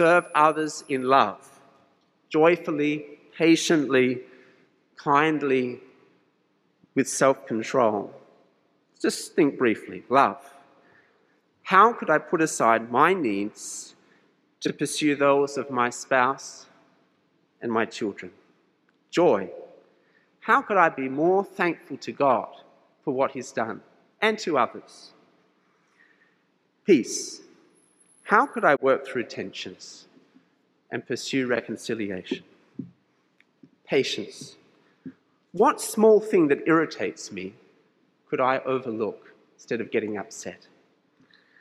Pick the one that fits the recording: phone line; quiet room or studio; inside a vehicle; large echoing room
large echoing room